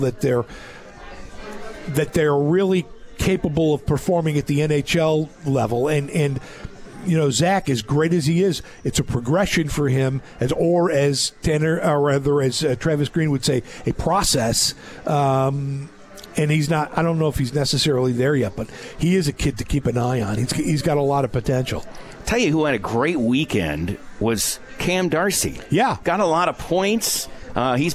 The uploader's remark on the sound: Live from Swifty's